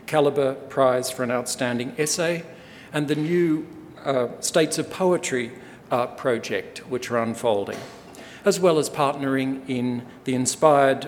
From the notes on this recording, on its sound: In this Sydney Ideas event he gives an inaugural Australian Book Review (ABR) Patrons’ Lecture.